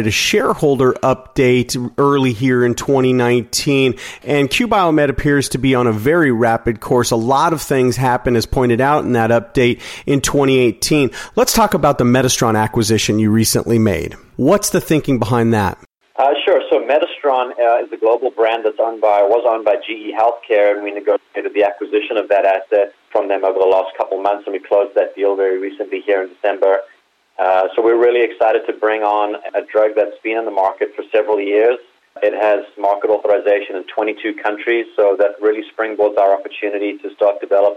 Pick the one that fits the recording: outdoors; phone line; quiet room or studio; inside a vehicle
phone line